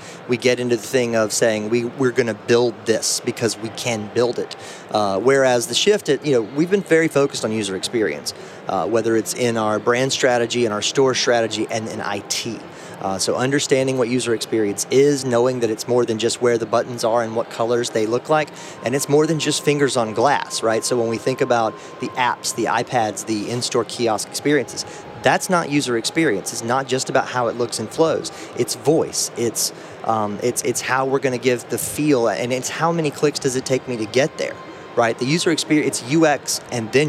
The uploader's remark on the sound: recorded at NRF Big Show 2018